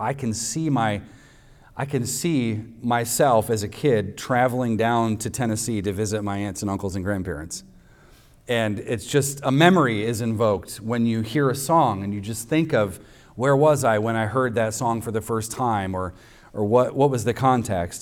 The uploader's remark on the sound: recorded on Sunday, July 2nd, 2023, at the weekly worship gathering of Cross & Crown Church